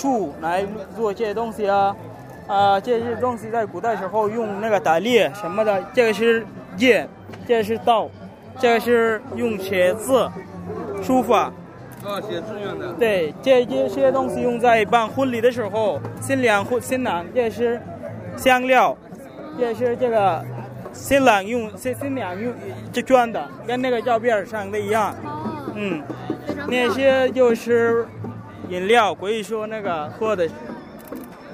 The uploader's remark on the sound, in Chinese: 2014北京科技大学文化节现场报道